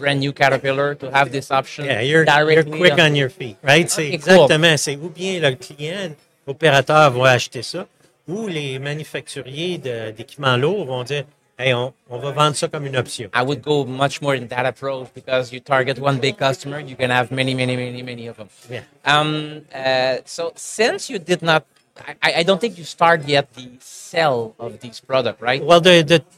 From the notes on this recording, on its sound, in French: En direct du Hardtech à Toronto